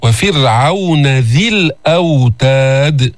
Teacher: رقق الراء، سكنت وقبلها مكسور